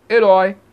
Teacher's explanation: vogal mais semivogal. Ditongo decrescente